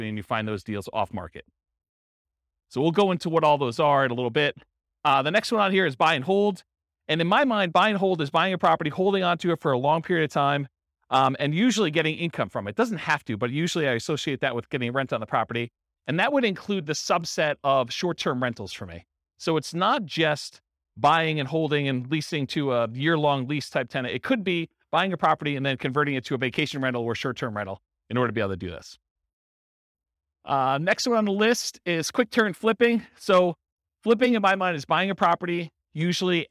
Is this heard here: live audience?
yes